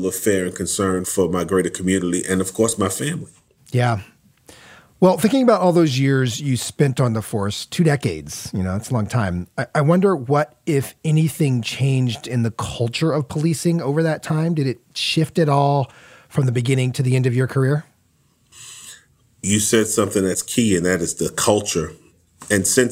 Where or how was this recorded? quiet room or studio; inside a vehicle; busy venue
quiet room or studio